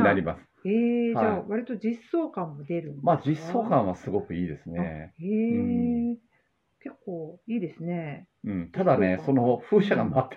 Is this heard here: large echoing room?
no